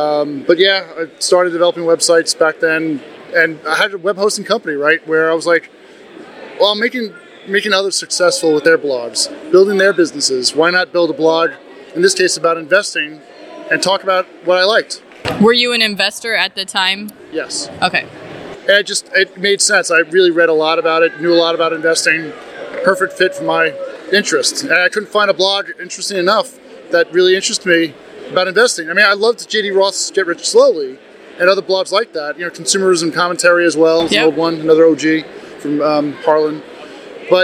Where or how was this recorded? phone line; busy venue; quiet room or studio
busy venue